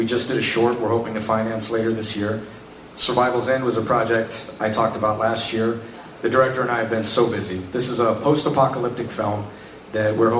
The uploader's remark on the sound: Panel from Pensacon 2016